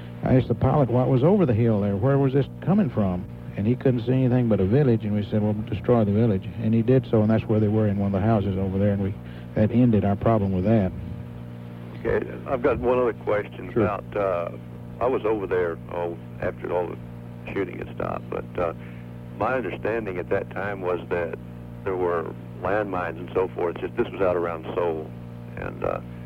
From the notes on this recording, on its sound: Austin Radio station KVET. In a call-in show about their experiences.